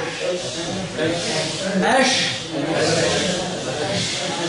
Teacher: الشين العربيه تخرج من وسط اللسان